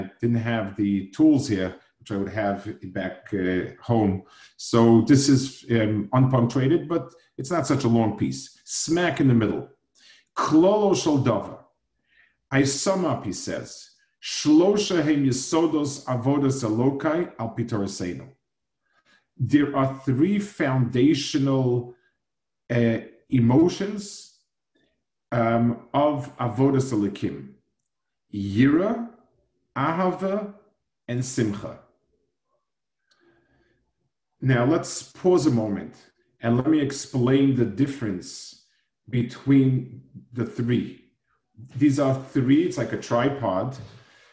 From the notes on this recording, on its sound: Delivered over Zoom to Asicha.